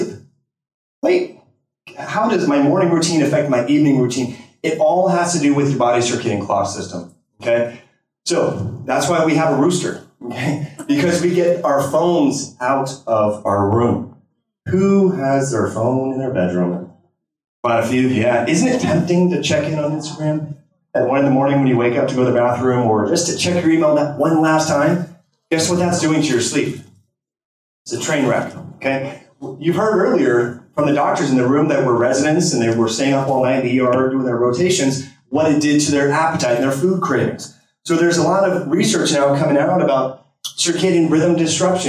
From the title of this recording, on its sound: 2018 Low-Carb Cruise Lecture